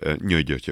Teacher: a nyelvünknek a felső részével viszonylag nagy területen hozzáér a szájpadlásunkhoz · Term: jés-szerű ejtésük